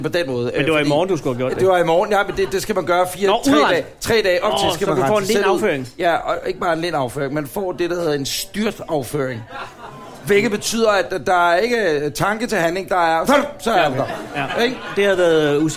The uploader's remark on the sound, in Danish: Live fra Aarhus. Er optaget på beværtning ' Hos Anders' I Aarhus Midtby. Foran et oplagt publikum.